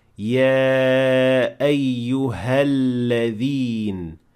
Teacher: And since we'll be connecting these two words here, this alif will completely disappear, and we will say, Ya ayyuhalladheen, without mentioning any hamza whatsoever at the beginning of the word